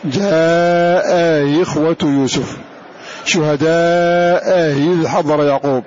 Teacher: جعلنا تسهيلها بينها وبين ما منه حركتها وهو الكسر، والكسر يناسب الياء، فصارت هكذا جاء إخوة يوسف، شهداء إذ حضر يعقوب، وهكذا.